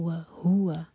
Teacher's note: و ہوا ہو پر زور دیں گے